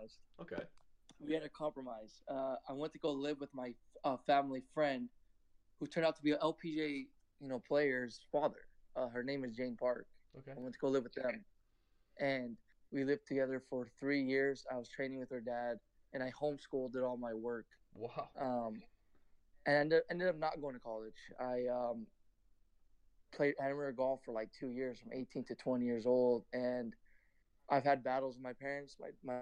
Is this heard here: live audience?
no